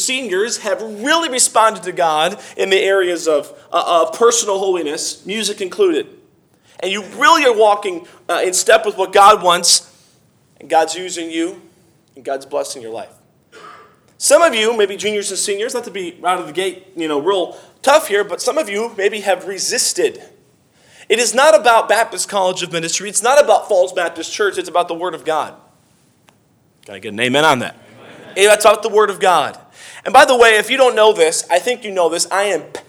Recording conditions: large echoing room